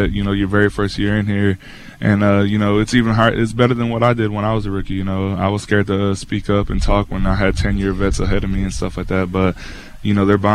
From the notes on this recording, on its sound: Live at Jets camp.